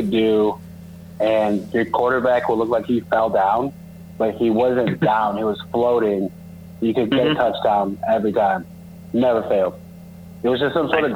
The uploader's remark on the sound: call in while on the road